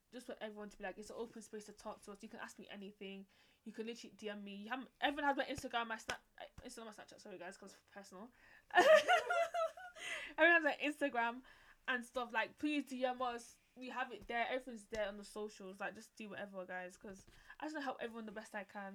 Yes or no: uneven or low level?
yes